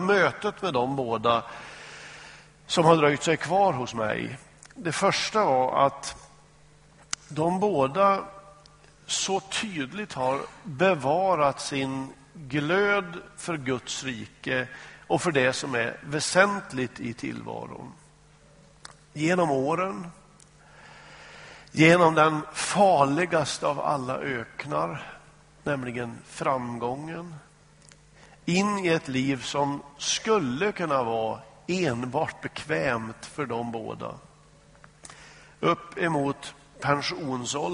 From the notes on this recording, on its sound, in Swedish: Inspelad i Smyrnakyrkan, Göteborg.